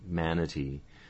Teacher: we can have final E vowels that aren't reduced in words